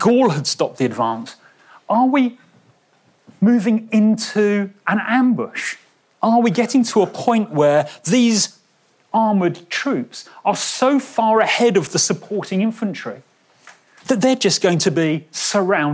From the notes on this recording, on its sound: a lecture he delivered at our World War Two day in Bristol’s M Shed last month